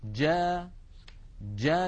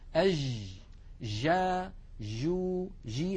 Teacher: لما نقول جا يكون المخرج مقفولا تماما ثم ينفتح · Shown in: first take · Term: الجيم العربية الفصيحة